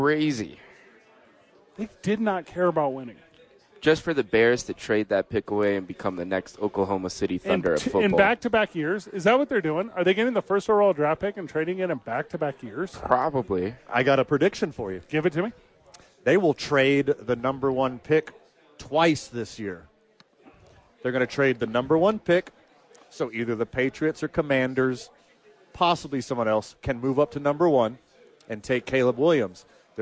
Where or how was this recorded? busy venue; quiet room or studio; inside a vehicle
busy venue